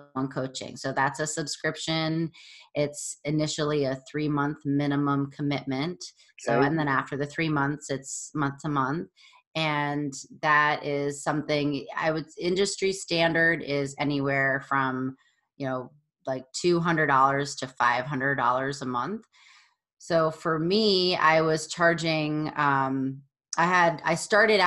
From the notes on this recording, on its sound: This podcast was recorded online during COVID-19 lockdown.